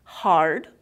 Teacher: Claro que começa com as cordas vocais abertas